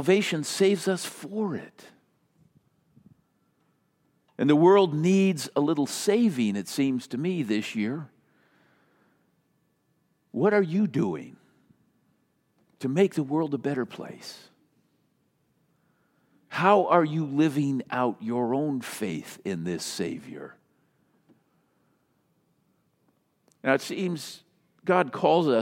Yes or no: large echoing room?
yes